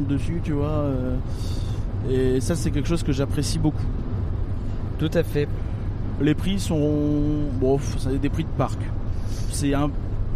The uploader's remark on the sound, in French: Reportage DEPUIS Phantasialand